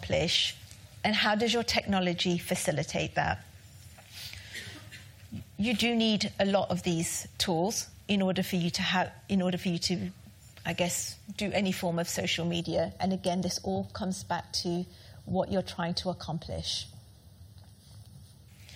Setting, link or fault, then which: setting, live audience